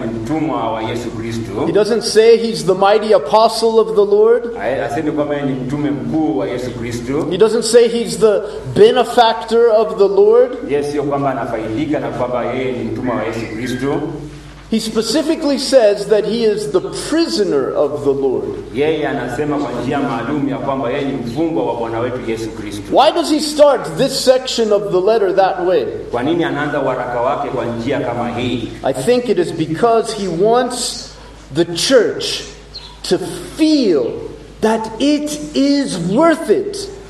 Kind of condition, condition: setting, large echoing room